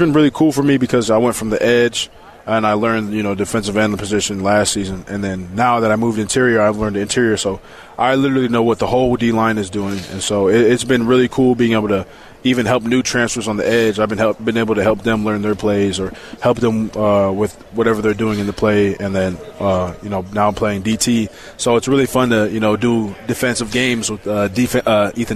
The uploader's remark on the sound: LIVE from Big-12 Media day